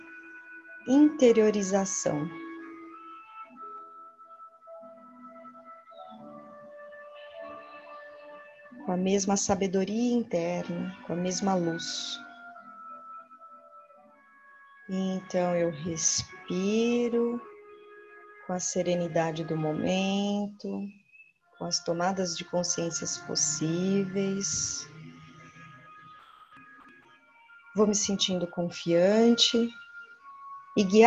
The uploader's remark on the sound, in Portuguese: Trecho extraído da meditação no grupo online dia 2 de abril de 2020 (via plataforma Zoom)